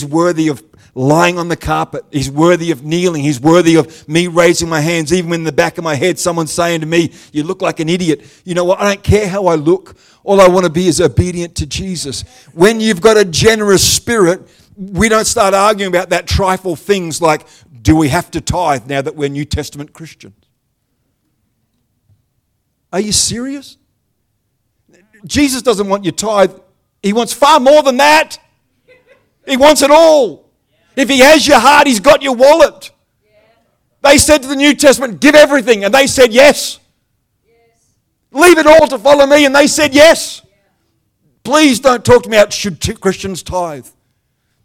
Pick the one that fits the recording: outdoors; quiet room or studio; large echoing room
large echoing room